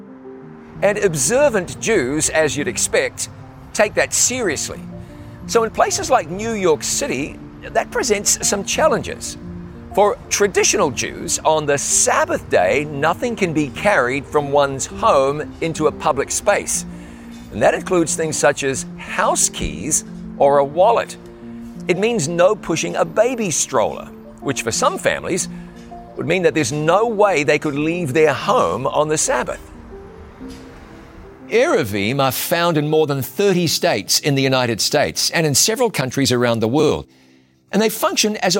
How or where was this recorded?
outdoors